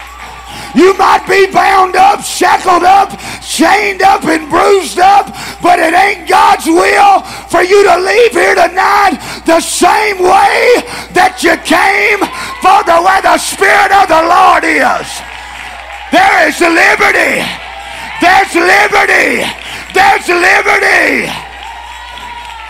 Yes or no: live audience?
yes